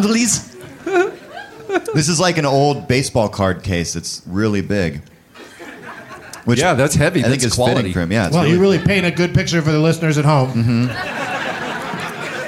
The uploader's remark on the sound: Live from Comedy Works in Denver, CO